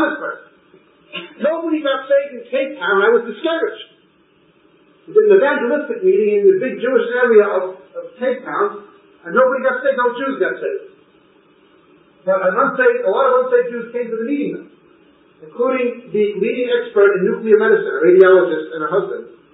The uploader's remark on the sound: We apologize for the poor audio quality.